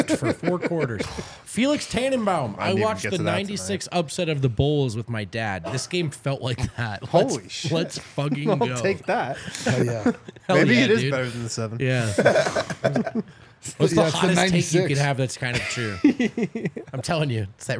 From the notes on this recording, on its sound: Come to you LIVE from the DNVR Bar.